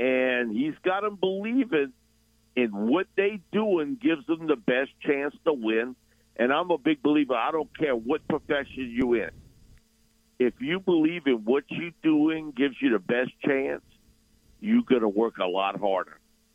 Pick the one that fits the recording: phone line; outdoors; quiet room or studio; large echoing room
phone line